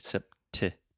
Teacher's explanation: I'm really aspirating, which means I'm breathing air out of my mouth · Term: true T